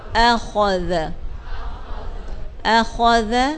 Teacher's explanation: ذال کو نرمی سے، خا کو موٹا